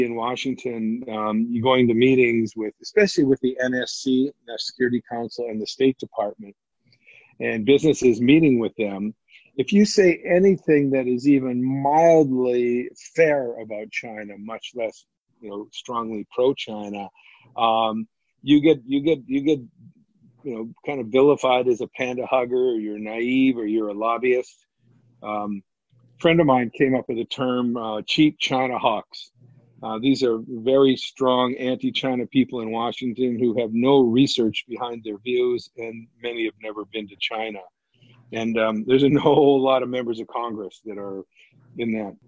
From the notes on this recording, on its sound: To maintain social distancing this interview was recorded over the web.